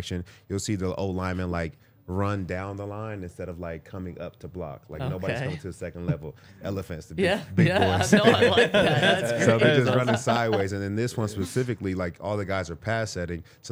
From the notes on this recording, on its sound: coming to you LIVE from the DNVR Bar